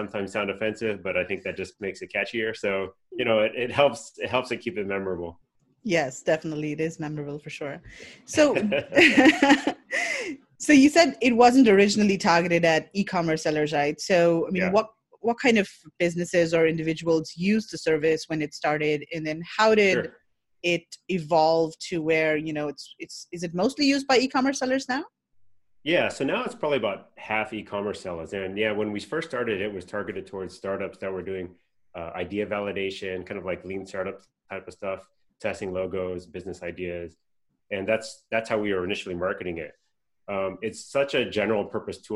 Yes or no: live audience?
no